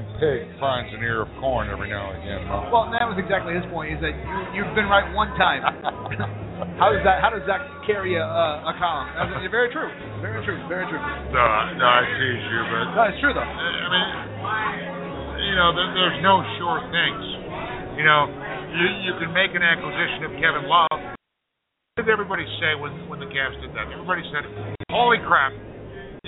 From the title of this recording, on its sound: Live from Wrigley Field Bar and Grill